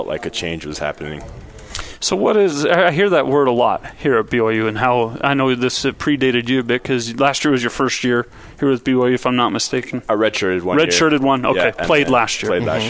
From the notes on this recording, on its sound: live from BYU Media Day